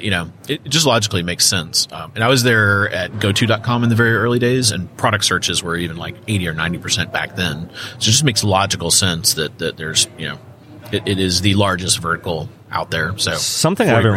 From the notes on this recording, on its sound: interview live from the NRF Big Show